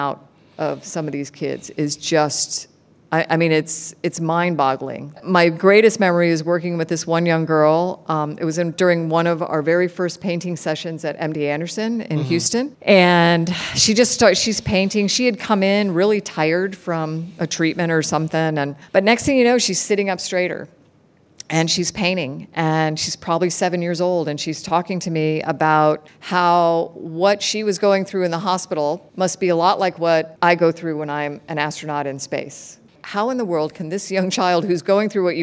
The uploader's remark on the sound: Fields questions from kids at a live taping Friday from the Orlando Science Center.